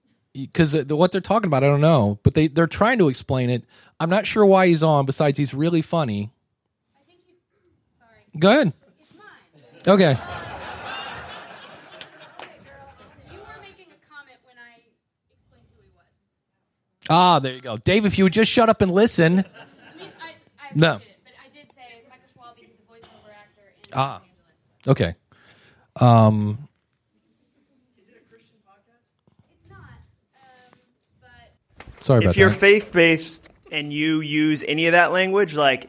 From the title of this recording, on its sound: Live at Podfecta Nashville